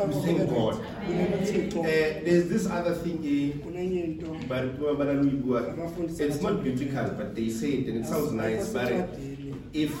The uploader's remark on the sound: Preached at St John's Apostolic Faith Mission Church in Tembisa.